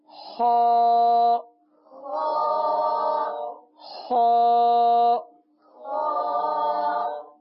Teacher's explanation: حرف خ، یہ حلق کے اوپر والے حصے سے ادا ہوتا ہے۔ حلق کا جو اوپر والا حصہ ہے یہاں سے یہ حرف ادا ہوگا اور اس حرف کو پر ادا کریں گے۔